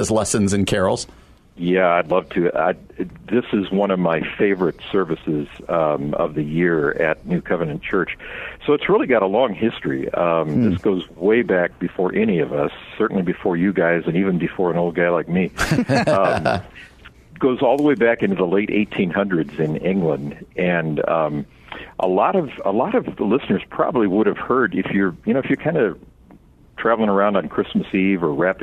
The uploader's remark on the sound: We are joined via phone